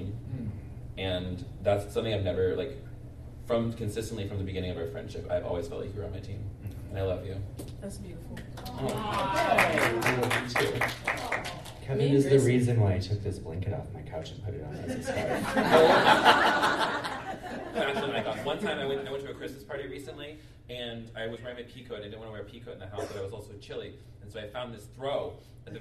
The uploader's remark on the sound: LIVE from QCF! This is part 1 of my LIVE show at QCF this past Jan.